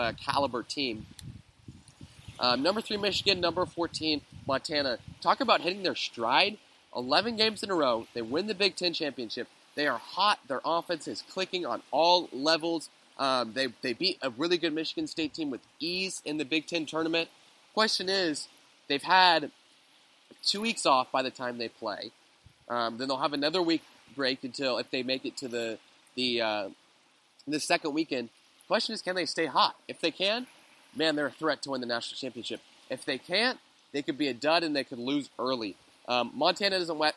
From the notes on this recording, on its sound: Going live from the beach in Boca Grande, Florida.